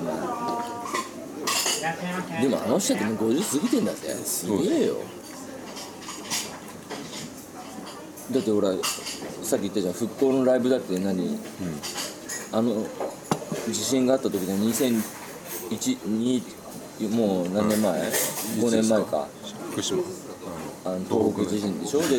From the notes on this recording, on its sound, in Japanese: ファミレスにて